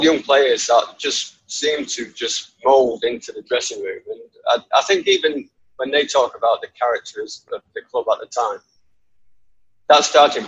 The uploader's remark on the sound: Apologies the audio isn't amazing, the perils of Zoom!